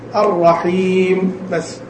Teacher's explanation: اطبقت الشفتين واحكم اطباقهما وخرجت صوت الميم والغنة من الخيشوم · Term: الميم الساكنة